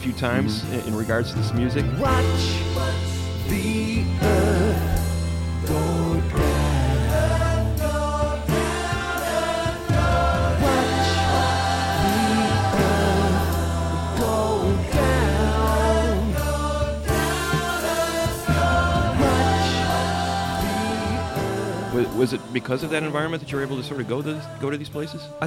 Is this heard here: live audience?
yes